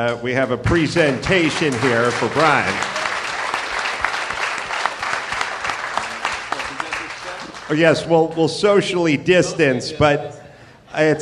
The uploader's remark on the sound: Live from the Houston Improv